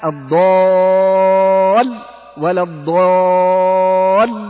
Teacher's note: القسم الثالث من أقسام النبر عند النطق بألف بعدها حرف مشدد